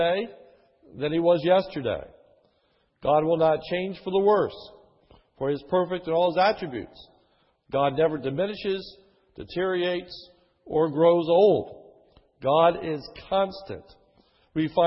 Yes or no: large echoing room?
yes